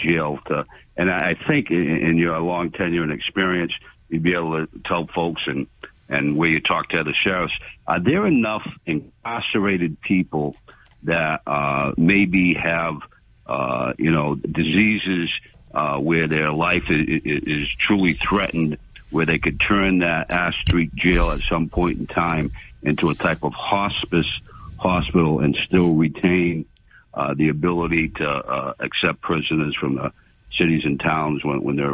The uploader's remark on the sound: take more calls from the audience